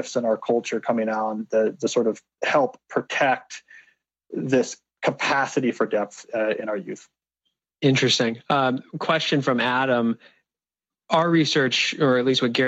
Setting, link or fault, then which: link, video call